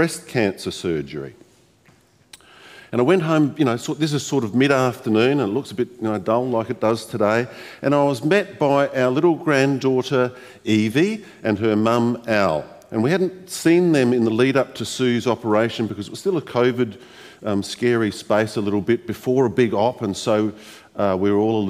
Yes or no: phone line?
no